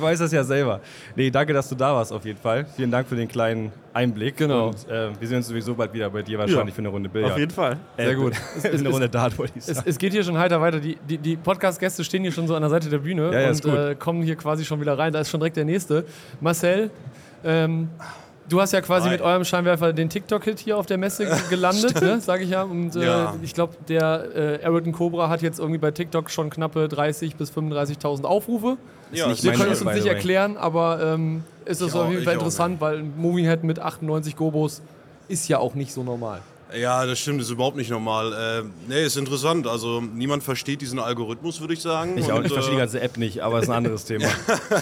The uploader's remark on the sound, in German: Community Podcast live von der Leat Con2023